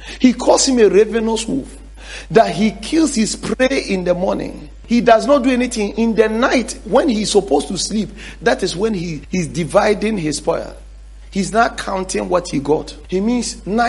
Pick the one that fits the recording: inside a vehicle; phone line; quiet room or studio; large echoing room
large echoing room